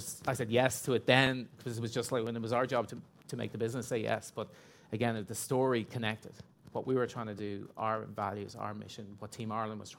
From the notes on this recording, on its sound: This episode was recorded live at the European Sponsorship Association event. This episode was recorded live at the European Sponsorship Association event.